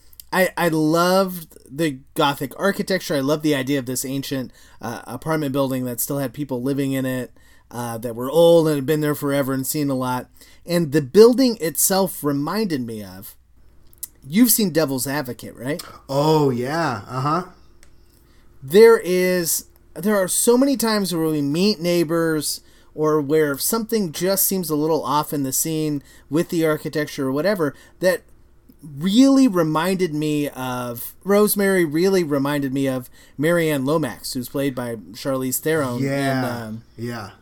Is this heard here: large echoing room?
no